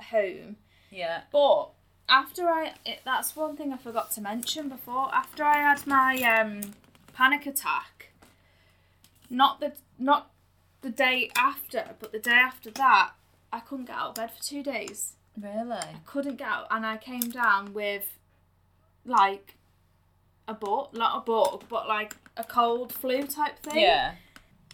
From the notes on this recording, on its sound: Please be aware we are complete novices and the recording/editing isn't great but we promise we'll be better next time.